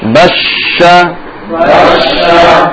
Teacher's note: Sifat tafashi nampak jelas ketika disukun dan ditasdib